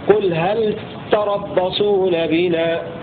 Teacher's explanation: وجمع الساكنين هنا انجلى أي ظهر ووضح اجتماع الساكنين في لام هل والتاء الأولى المضمرة في الثانية في هل تربصون عند البذل، فاللام ساكنة مظهرة والتاء مشددة، ولو أن هناك اجتماع ساكنين ولكن مع ذلك يشدد التاء البذل ويظهر اللام.